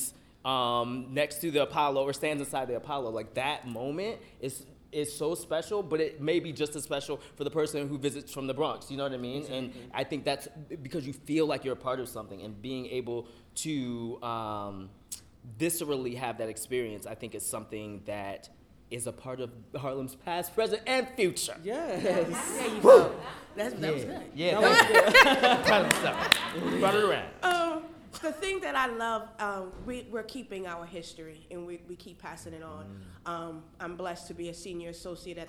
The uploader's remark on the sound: Tune in for a special live recording of CSC's Classic Perspectives after a recent performance of black odyssey .